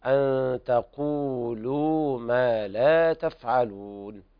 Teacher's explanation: إخفاء حقيقي لوقوع التاء بعد النون الساكنة